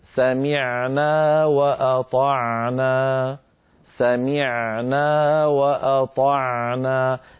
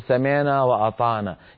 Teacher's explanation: فلا بد أن يرجع لسان المزمار قليلا إلى الوراء ليتضيق الحلق عند نطق العين العربية الفصيحة · Shown in: first take